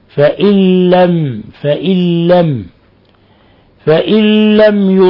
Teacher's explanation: نون ساكنة جاء بعدها حرف اللام، الحكم التجويدي إضغام بغير غنة، لأن اللام أحد حرفي الإضغام بغير غنة.